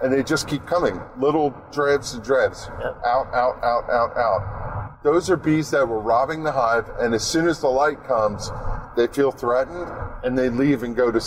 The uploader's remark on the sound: In the Car